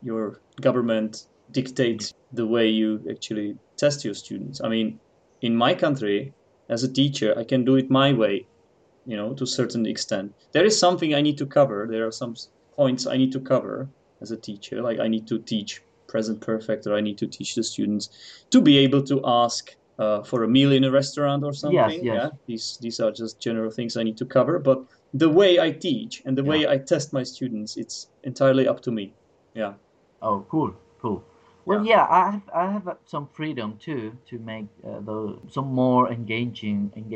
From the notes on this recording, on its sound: For this episode I decided to skypecall my colleague. From Chile.